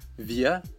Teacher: буква «р» в конце слова и после гласных вокализуется, превращается почти в «а»